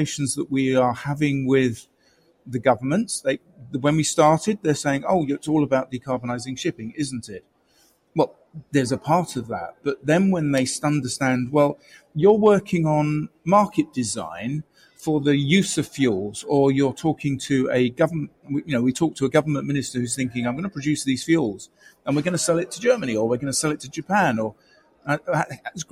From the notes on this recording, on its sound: Amongst them sheltering from the monsoon rain was a crack squadron of shipping industry leaders. Report live from within the Clean Energy Ministerial meeting.